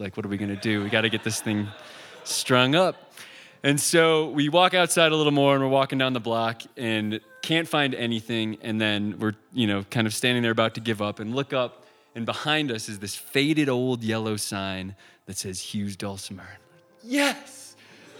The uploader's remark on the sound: You never know what you'll get when audience members step up to the stage. At the "First Denver Anything" Raconteur event.